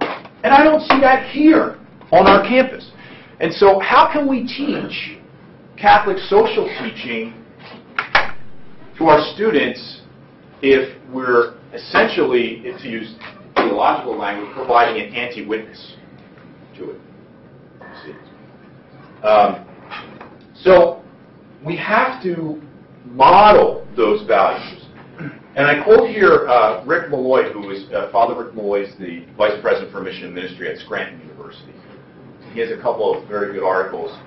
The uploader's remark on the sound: Delivers the keynote speech at the AAUP Conference.